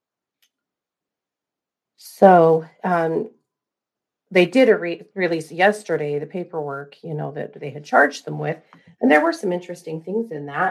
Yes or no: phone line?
no